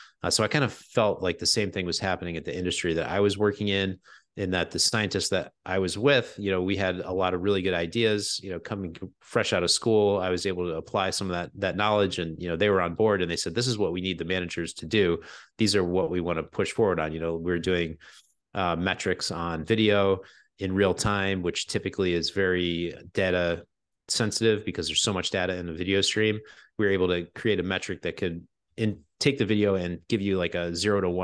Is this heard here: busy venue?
no